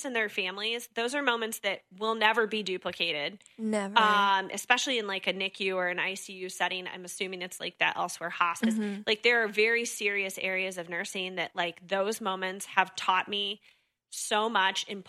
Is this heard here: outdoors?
no